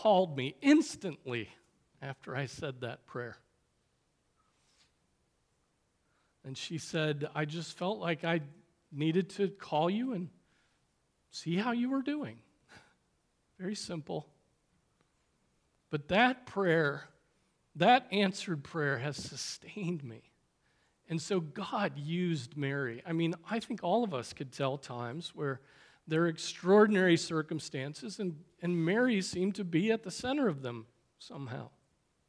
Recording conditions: large echoing room